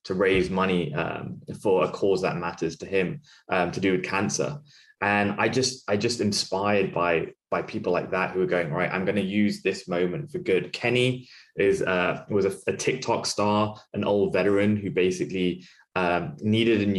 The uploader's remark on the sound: Every episode is recorded from MTM’s Live Visionaries Webinar. "Visionaries" originally airs live from zoom every Tuesday at 9 AM PT and is brought to you in partnership with The Wall Street Journal.